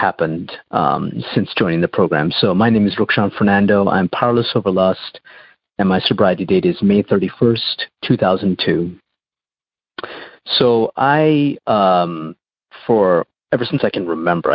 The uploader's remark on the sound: shares on the Noon phone group Monday Meeting